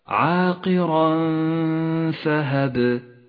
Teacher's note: يخفى التنوين بحرف الفاء ويغن التنوين بمقدار حركتين من غير تشديد · Term: حكم الإخفاء